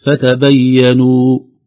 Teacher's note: لو وقفنا فتبينوا تصبح ترجع إلى أصلها مد طبيعي، فتبينوا هكذا.